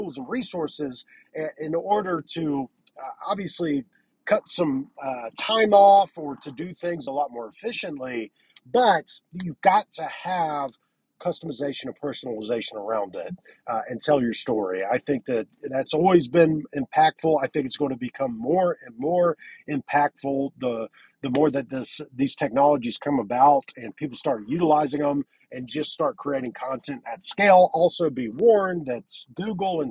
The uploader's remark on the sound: This is a business in the car episode